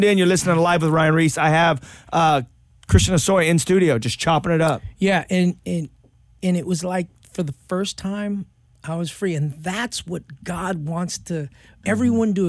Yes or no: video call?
no